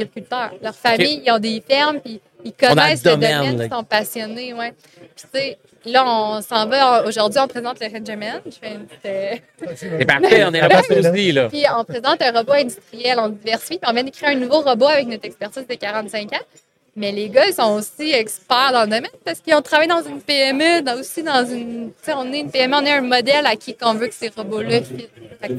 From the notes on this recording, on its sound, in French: En direct du Transal Saguenay